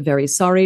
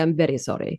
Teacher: she often tapped the medial R. · Shown in: second take · So instead of very sorry, she would say, I'm very sorry.